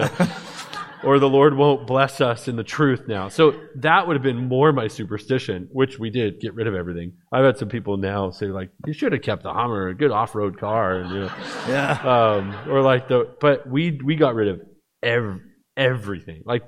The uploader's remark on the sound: Questions from the Q&A during this session.